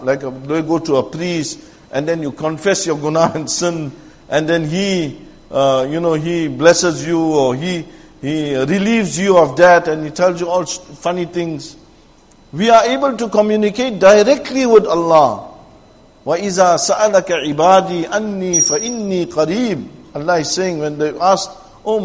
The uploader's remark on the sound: Jumuah lecture at Masjid e Tazkiyah